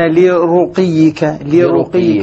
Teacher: اللام حرف جر والراء هنا مضمومة لا ترقق أبدا الراء لا ترقق إلا إذا سبقت بكسر